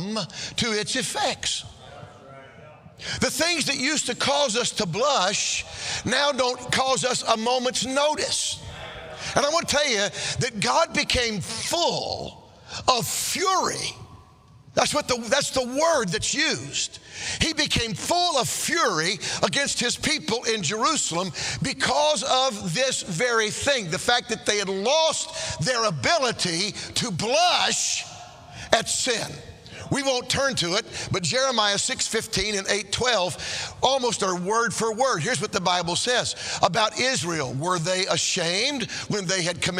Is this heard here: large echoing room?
yes